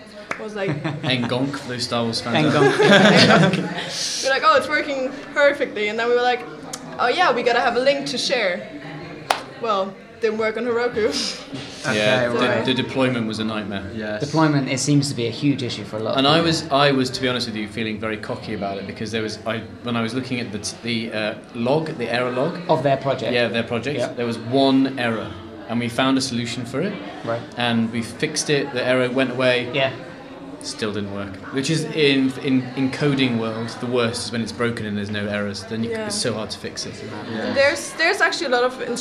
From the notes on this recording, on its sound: Live from the IronHack Berlin Hackshow